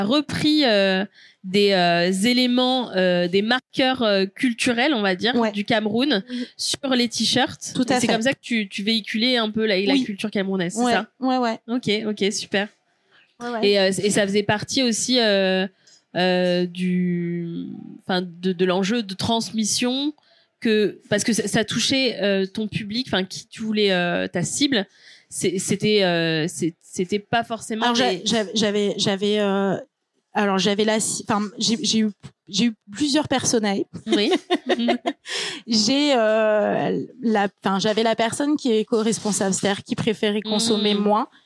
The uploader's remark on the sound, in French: Enregistré en live à l'occasion de l'événemeny Slow Fashion & culture organisé par Weslow, accélérateur de marques engagées mode et lifestyle.